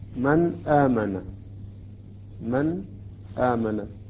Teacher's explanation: لاحظوا كيف أنا أظهر النون، لا أدغمها ولا أتأخر على النون